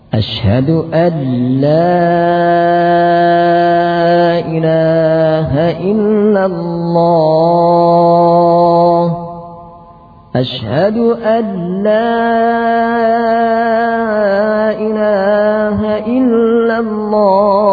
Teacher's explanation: Ashhadu an la ilaha illallah. Berikutnya menebalkan lam sehingga menjadi alla.